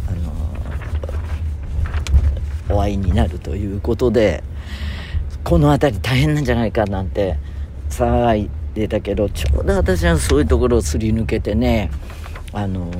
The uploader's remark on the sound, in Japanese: 今週も車の中からコニャニャチワ。